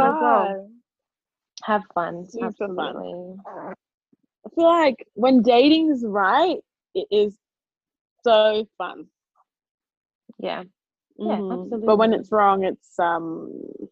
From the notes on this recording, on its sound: As Sydney remains in lockdown we bring you another zoom version of the podcast express episode.